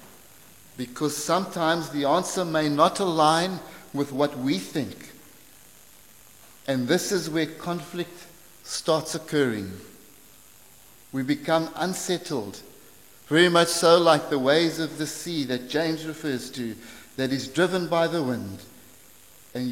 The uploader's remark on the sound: preached at St Marks Methodist, Cape Town